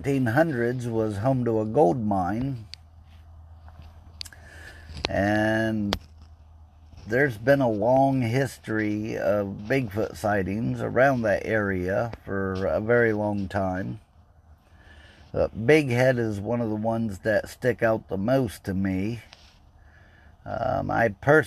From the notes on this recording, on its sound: Just a quick podcast while sitting in my car and waiting.